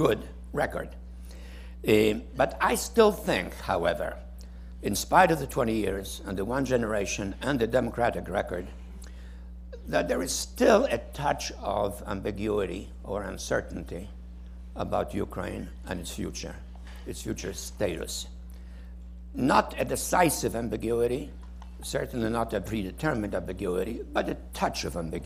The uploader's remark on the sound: Delivered the keynote address at the Peterson Institute on July 7, 2011, at the conference "Ukraine's Future: The Challenges and Impact of Governance in Ukraine," cohosted by the Peterson Institute for International Economics, the Center on the United States and Europe at Brookings, and the Atlantic Council.